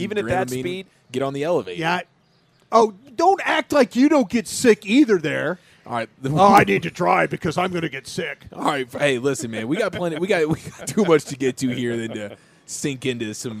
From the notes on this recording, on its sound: Texas Rangers Locker room audio